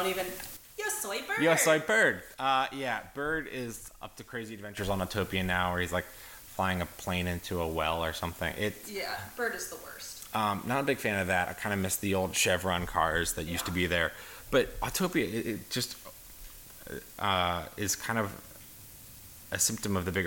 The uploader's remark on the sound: Battling microphone technical difficulties.